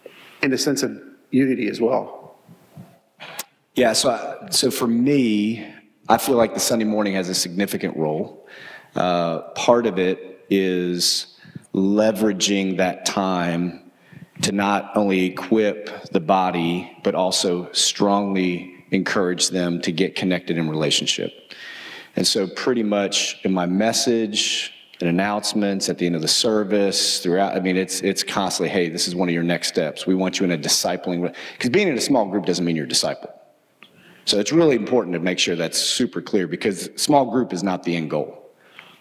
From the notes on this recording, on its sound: This audio was from Relational Discipleship Network 's first track session from last year's Forum. This audio was from Relational Discipleship Network 's first track session from last year's Forum.